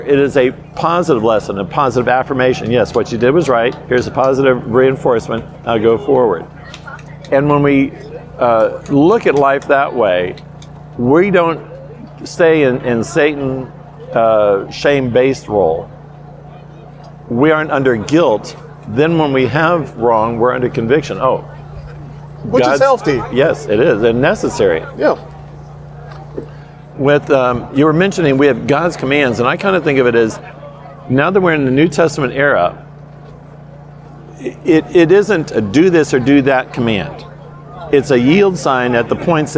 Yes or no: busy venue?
yes